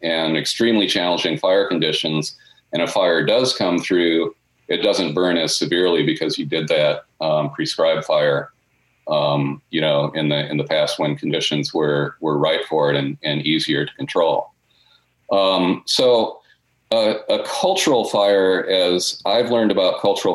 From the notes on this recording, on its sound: this Zócalo/Huntington-USC Institute on California and the West event was held on Zócalo’s YouTube and Twitter channels.